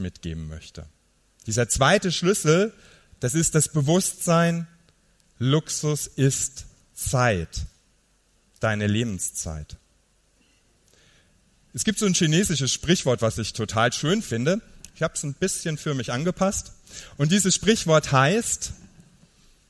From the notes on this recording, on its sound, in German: Live-Mitschnitt von der Gedanken Tanken Bühne.